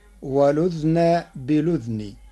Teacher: قرأ ورش كلمتي والأذن بالأذن بإسكان الذال معا، فتصير ولذن بلذن مع نقل حركة الهمز إلى الساكن قبلها.